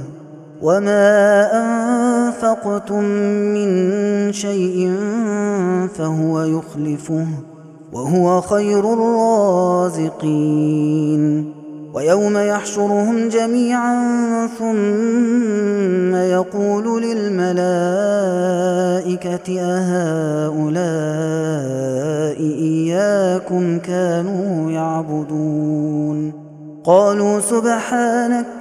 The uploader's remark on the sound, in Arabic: هذا التسجيل من صلاة التراويح.